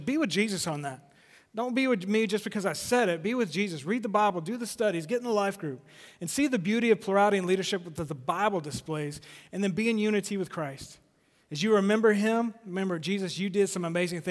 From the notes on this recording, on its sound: Recorded live. At The Fellowship at Two Rivers on January 19, 2020.